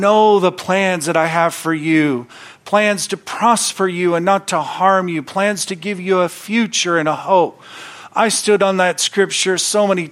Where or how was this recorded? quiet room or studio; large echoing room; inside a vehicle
large echoing room